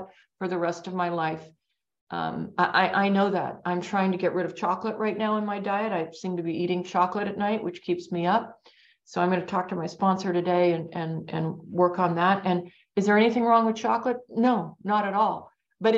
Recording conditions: video call